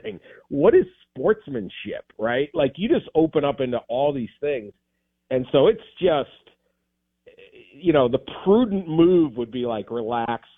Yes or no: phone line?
yes